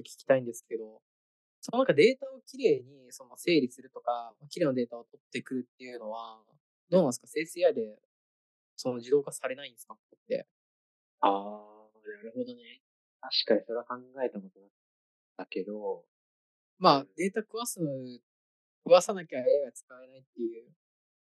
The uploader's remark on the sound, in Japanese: zoom音質でお届けします。